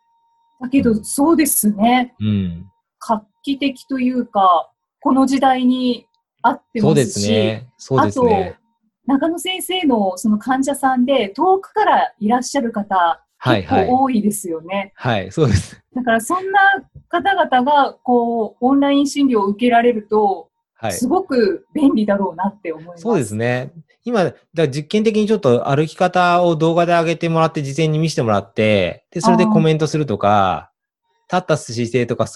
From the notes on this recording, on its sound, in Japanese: オンライン収録のため、通常より音声が劣りますがご了承ください